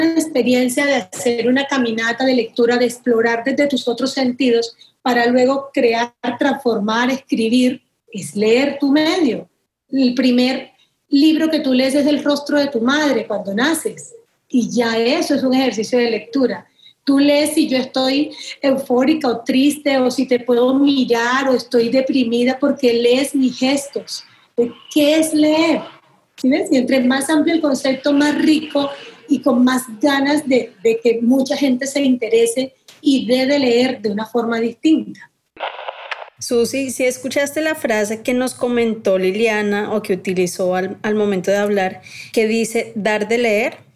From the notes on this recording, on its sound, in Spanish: Para este episodio estuvimos conversando por ZOOM.